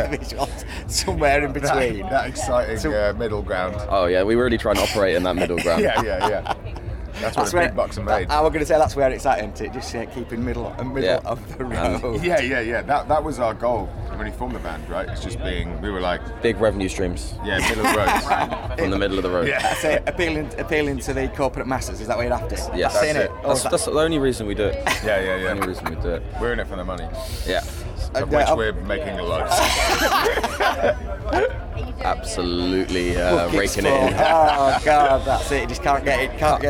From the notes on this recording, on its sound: at Leeds Festival 2019 ahead of their set on 'The Lock Up' Stage